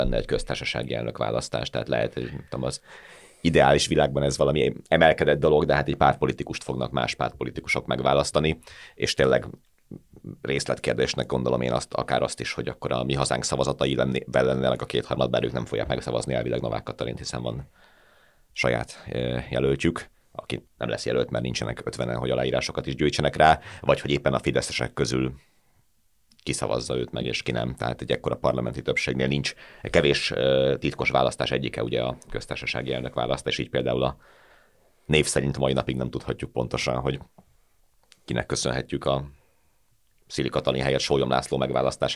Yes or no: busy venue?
no